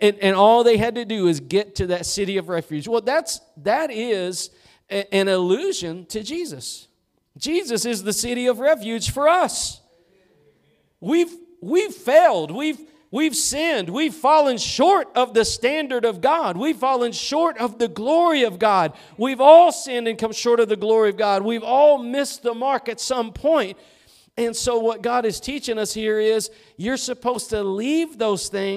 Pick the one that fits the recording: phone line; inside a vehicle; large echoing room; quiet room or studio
large echoing room